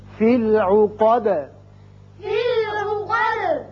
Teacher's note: نفاثاتی وَمِن شرن نفاثاتی، دوبارہ پڑھیے، شاباش، فی العقادی فی العقادی، آیت ختم ہو رہی ہے دال ساکن کر دیں گے، دال کی صفت ہے قلقلہ ادا ہوگی